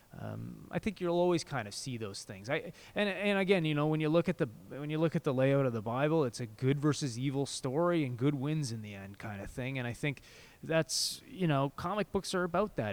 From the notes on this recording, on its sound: Recorded: Friday September 1, 2017 6:00 pm (EST) in the CBC Building Lobby